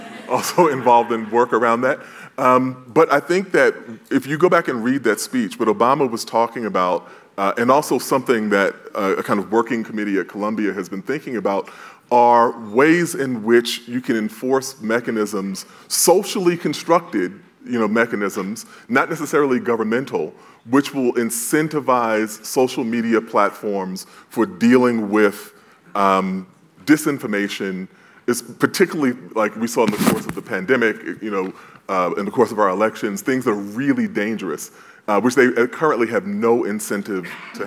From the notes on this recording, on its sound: panel from the 2022 Aspen Ideas Festival